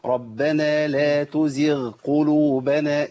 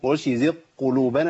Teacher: لابد من بيان صوت الغين وفصل عن القاف · Shown in: first take